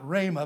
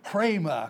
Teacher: We spell it H-R-E-M-A, and so it's kind of a rough breathing over the letter rho in the Greek, and so we would give a rough breathing. We say not rhema, but hrema, kind of a rough breathing there. · Shown in: second take · It's like the letter, the rough breathing in the Hebrew letter ion, which has no sound in Hebrew.